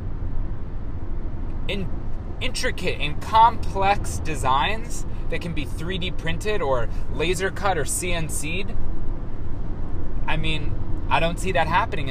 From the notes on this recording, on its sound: Recorded in transit to keynote the 32nd annual ACTEM conference in Augusta, Maine.